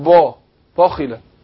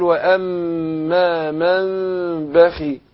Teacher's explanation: واما من بخل، بخل لا طبعا ما تجيش، لان هيستلزم لو فخم دي، ده تفخيم عالي، هيفخم الباء قبلها، يقول لك با بخل، ولا لا دي صح ولا دي صح، لكن هرقق الباء وبعدين ادخل على ايه، الخاء، اديها ادنى درجات تفخيم · Shown in: second take